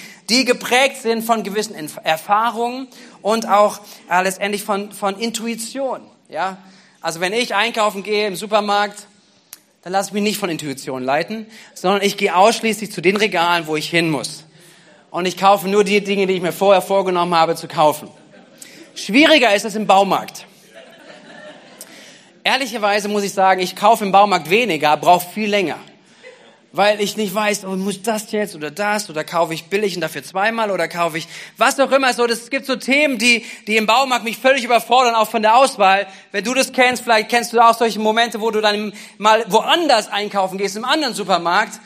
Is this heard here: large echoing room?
yes